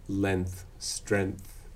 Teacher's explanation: So in those cases, the length and strength, that we have a complex articulation, alveolar back to velar forward to dental articulation, sort of front back front, quite a complex articulation.